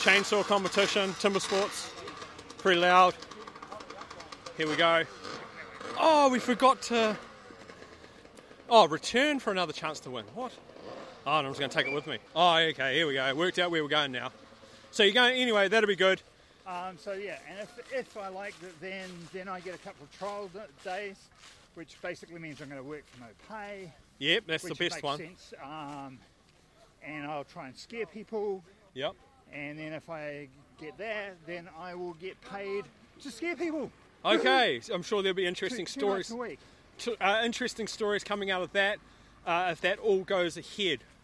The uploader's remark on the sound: We were at Fieldays for another year. We decided to record our normal podcast while there.